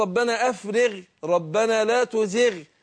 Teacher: الغين حرف مستعلي لكن لما كسرت أو سكنت وكسر ما قبلها تأثرت بالكسر فخدت أدنى درجات تفخيم، هي قريبة من الترقيق لكن ما نقدرش نقول عليها مرققة